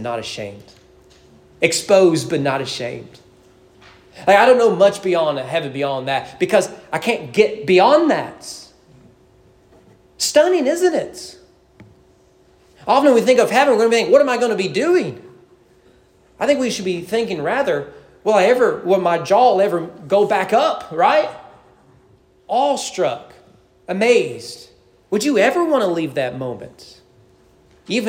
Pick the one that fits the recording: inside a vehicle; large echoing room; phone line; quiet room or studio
large echoing room